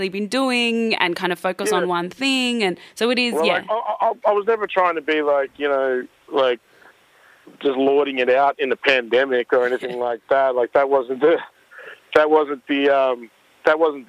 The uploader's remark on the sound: phones